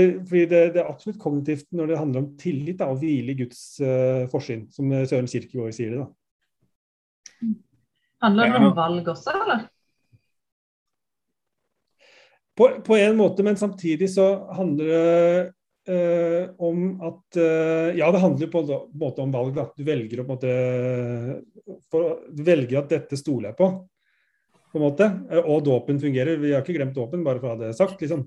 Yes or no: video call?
yes